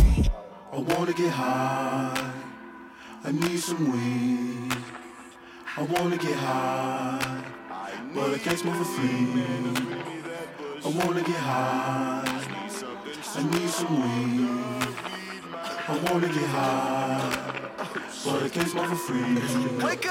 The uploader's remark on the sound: Recorded at a very fun private party in Oakland.